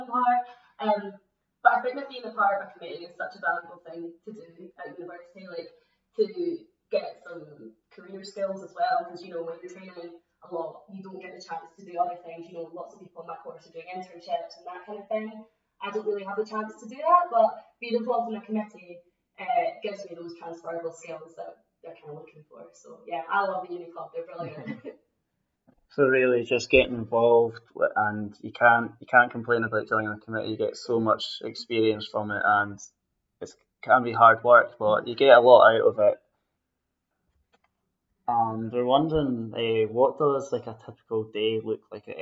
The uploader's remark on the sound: Please note that we have had difficulties on the day with recording with audio, resulting in some clips being edited out and a lower sound quality.